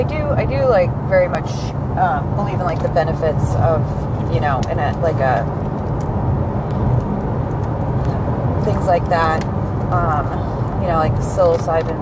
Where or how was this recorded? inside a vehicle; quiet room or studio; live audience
inside a vehicle